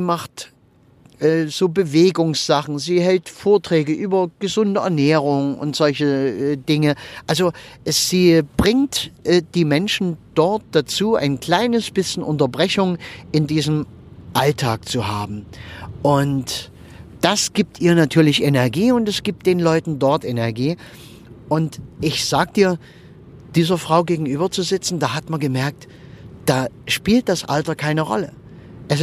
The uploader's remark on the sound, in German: Und wenn ich mit meinem Aufnahmegerät am Straßenrand im Auto sitze, wenn ich während der Autofahrt aufnehme oder sonst irgendwie, dann ist die Aufnahmequalität etwas gemindert. Manchmal kannst du hier auch eine Rede mithören.